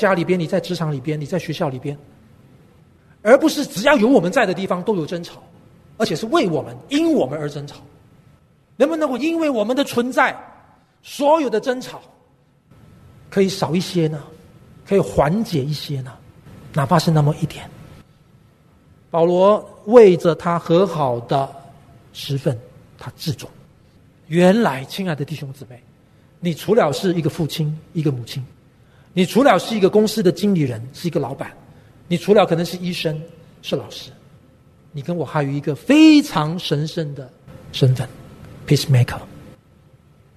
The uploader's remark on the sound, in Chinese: 本节目是由台北信友堂提供的主日崇拜现场实况录音，由良友电台剪接制作。